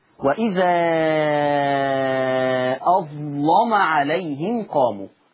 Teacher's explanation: كلمة اظلم الآية 20، قرأ ورش بتغليظ اللام